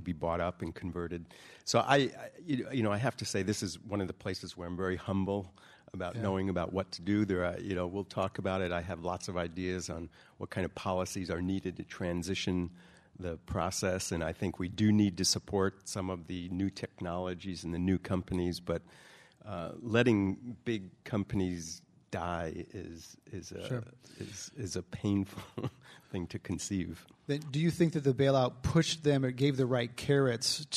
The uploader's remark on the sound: This program was recorded in front of a live audience at The Commonwealth Club.